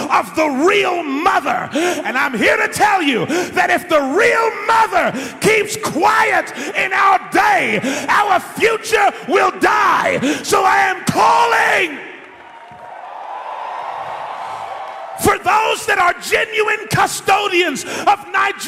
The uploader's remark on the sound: In this live sermon delivered in Nigeria, we learn about the responsibility of leadership.